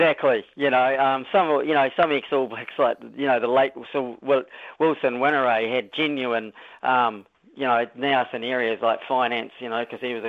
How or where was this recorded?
phone line